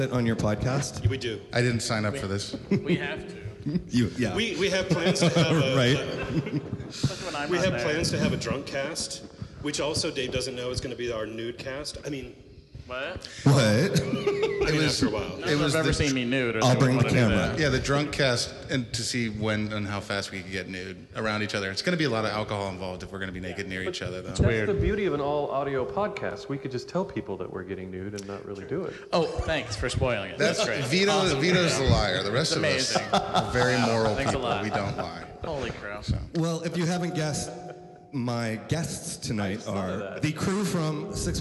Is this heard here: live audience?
yes